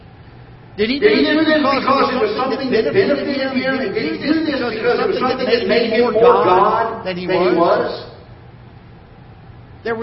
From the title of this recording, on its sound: Ketha Heights Baptist Church ~ Live Broadcast